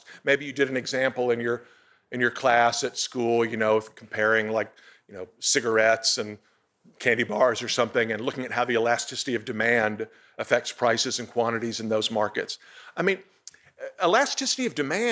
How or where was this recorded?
large echoing room